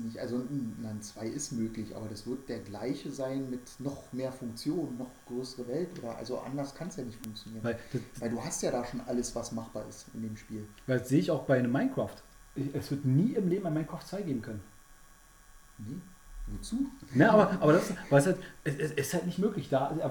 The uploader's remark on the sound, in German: Leider ist die Aufnahme recht leise geworden